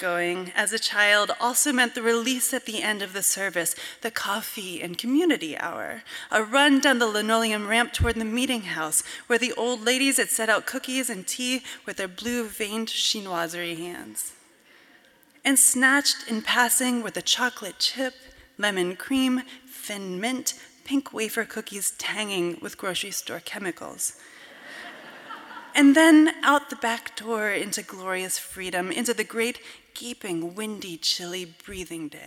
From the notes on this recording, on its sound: From a Portland Arts & Lectures event in early 2023 at the Arlene Schnitzer Concert Hall.